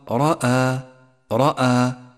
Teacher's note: الراء المفخمة في كلمة رأى رأى، لونت بالأزرق الغامق إشارة إلى تفخيمها، ولكن دقق بعدها على ترقيق الهمزة ولا تقل رأى، والصواب رأى رأى، والألف التي بعد الهمزة تتبعها